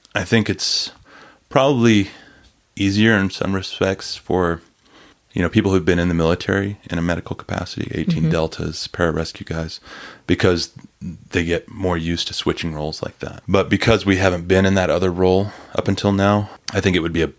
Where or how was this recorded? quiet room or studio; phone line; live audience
quiet room or studio